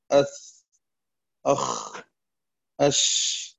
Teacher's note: سميت رخوة أو لينة، واللين ضده الشدة، فلو نجرب نطق هذه الحروف، لما تقول أث أخ أش، فتجرب الحروف تجد أن هنالك جريان الصوت في جميع هذه الحروف · Term: الرخاوة